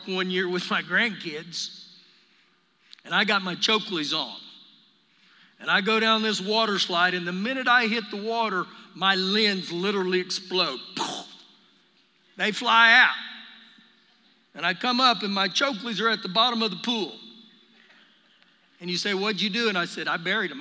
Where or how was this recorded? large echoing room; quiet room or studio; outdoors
large echoing room